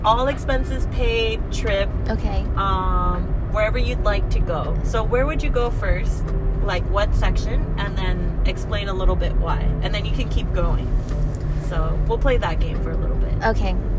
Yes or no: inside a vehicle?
yes